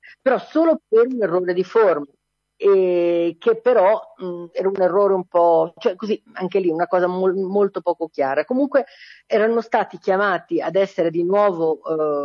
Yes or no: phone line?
yes